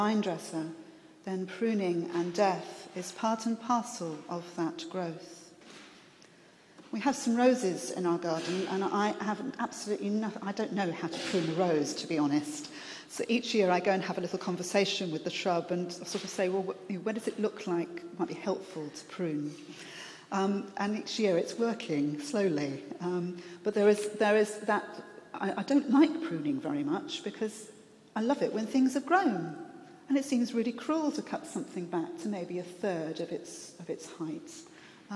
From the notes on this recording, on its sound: This address was recorded at the national conference exploring the place of contemplative expressions of church, contemporary mission and fresh expressions of the church at the London Centre for Spirituality.